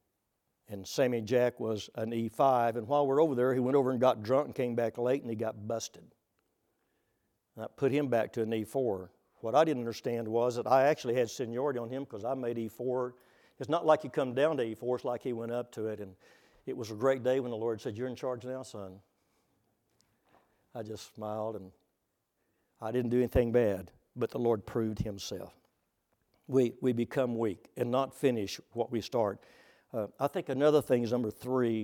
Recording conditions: large echoing room